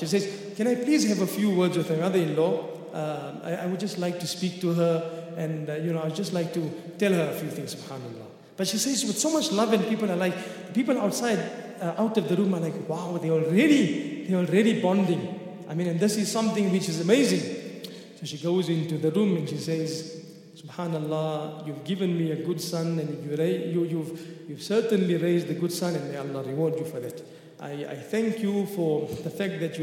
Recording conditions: large echoing room